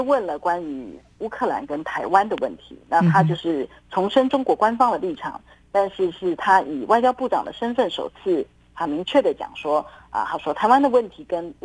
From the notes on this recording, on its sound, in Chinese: 連線訪問中央社駐上海記者